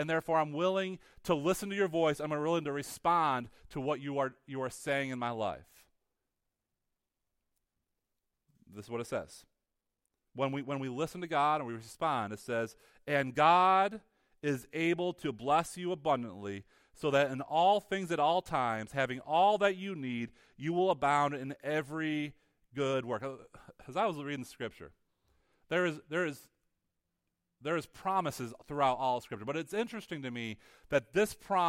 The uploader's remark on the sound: Weekly teaching audio from Higher Hope Church in Big Flats, NY